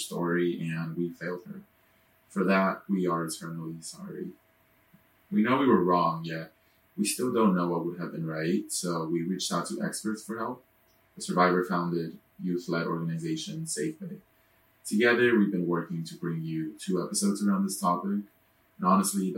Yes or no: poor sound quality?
yes